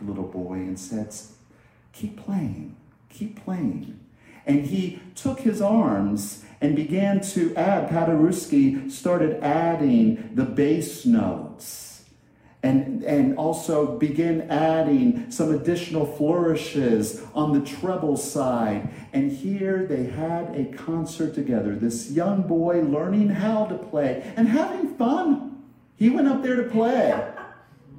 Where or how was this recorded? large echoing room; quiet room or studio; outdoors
large echoing room